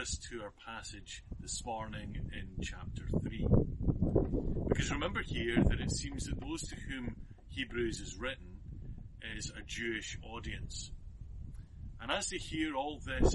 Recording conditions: wind noise